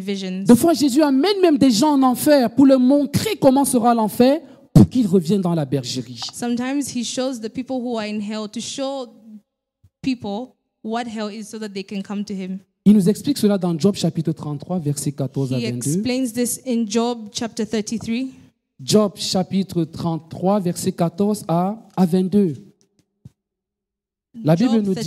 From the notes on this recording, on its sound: Preached during Joyful Hour Sunday Service Rabat